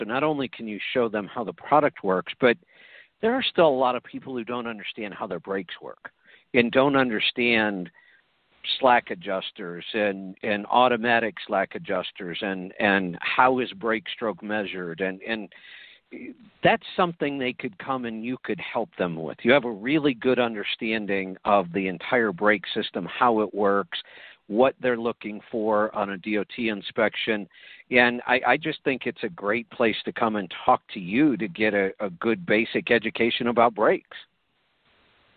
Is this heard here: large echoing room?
no